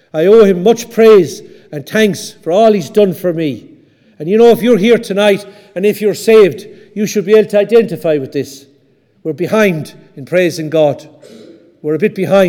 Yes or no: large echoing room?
yes